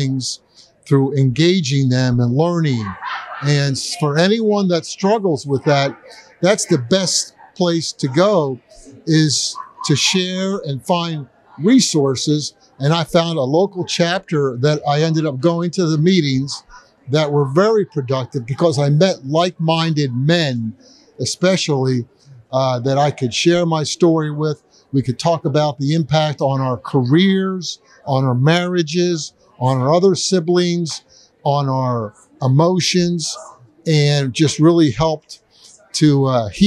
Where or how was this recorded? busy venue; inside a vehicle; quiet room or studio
busy venue